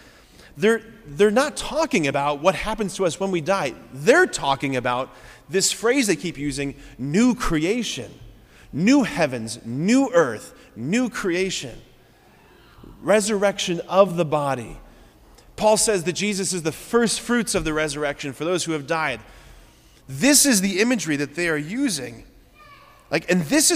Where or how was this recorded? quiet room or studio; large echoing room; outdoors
large echoing room